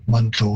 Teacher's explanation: And again, also Manitou, all three syllables are being placed in the English pronunciation, whereas in Cree, it would be very common to sort of reduce that middle syllable right out of there. And Manitou, it sounds more like a two-syllable word.